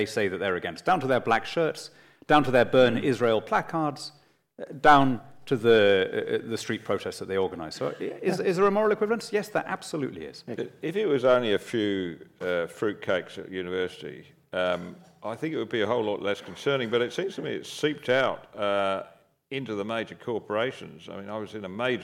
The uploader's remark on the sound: Conversation to the CIS’s 2018 JBL Gala Dinner